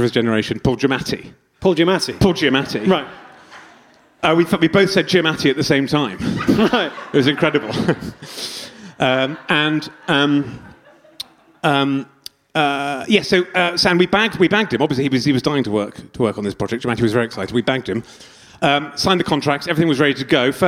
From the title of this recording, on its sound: Beef and Dairy LIVE! September 2021 full show